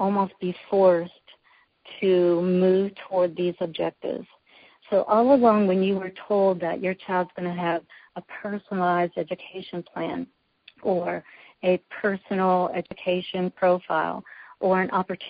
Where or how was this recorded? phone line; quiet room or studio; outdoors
phone line